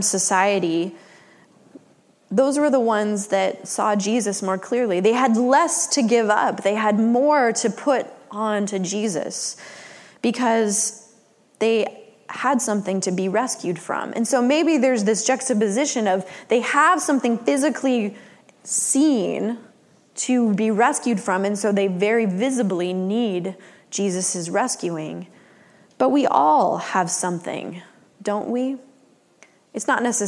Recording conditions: large echoing room